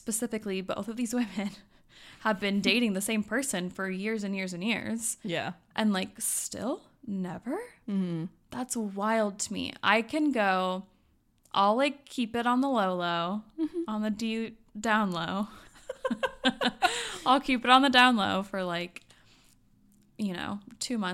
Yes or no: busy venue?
no